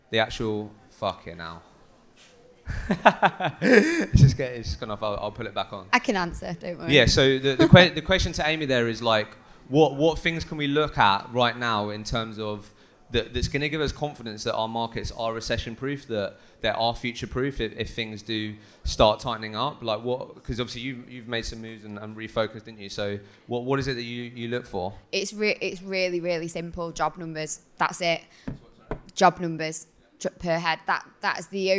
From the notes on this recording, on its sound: LIVE Podcast In Manchester. For the very first time, we took the LIVE podcast events we have done in London to Manchester.